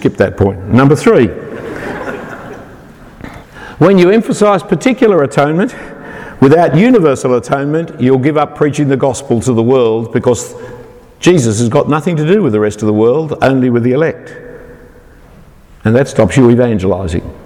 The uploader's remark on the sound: An individual talk given at All Saints Belfast in 2018